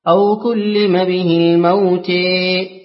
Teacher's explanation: ثم قرأ لخلاد بالإمالة